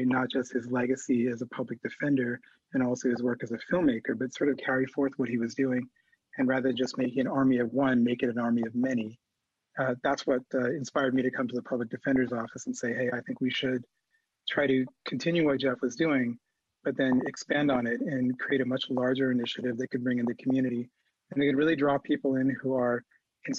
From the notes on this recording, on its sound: This program was recorded via video conference on April 23rd, 2021 by the Commonwealth Club of California.